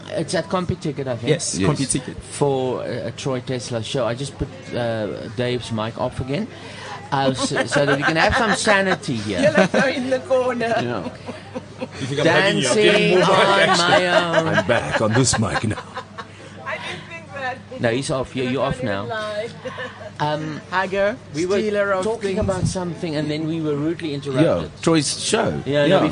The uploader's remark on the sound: Live from the Lifestyle Home Garden